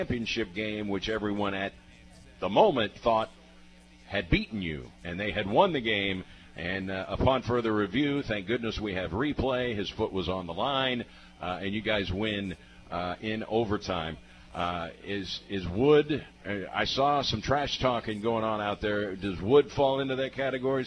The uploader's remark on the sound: live from Wings etc!